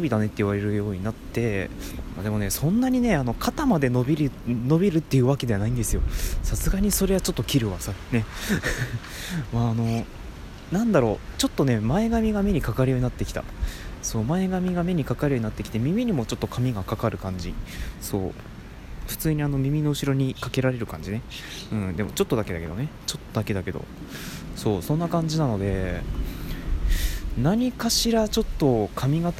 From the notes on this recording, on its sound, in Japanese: 歩きながらの収録。外を歩きましょ！